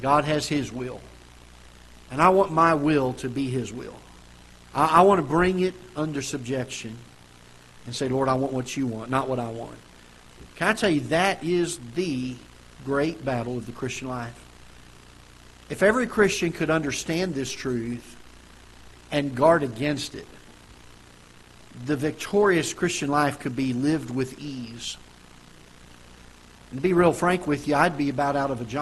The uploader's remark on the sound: Ketha Heights Baptist Church ~ Live Broadcast